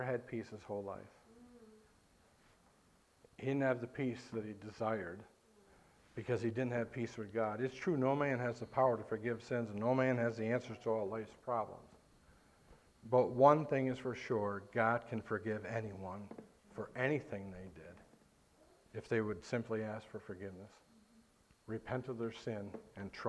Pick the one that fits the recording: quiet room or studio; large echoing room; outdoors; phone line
large echoing room